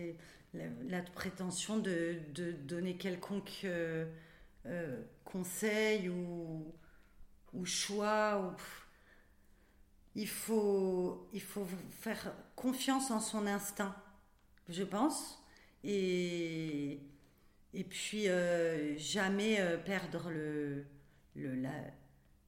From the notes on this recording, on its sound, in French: C'est dans son théâtre à Avignon que nous nous sommes retrouvées pour enregistrer cet épisode